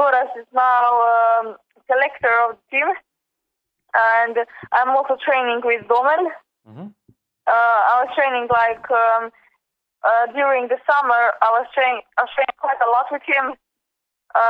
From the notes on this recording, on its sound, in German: Alle Antworten in einem Telefoninterview, welches direkt vor den Weltmeisterschaften 2016 in Paris aufgezeichnet wurde!